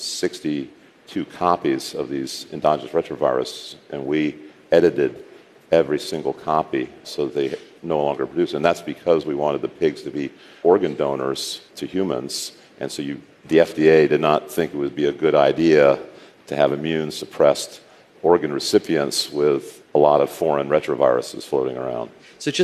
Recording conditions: live audience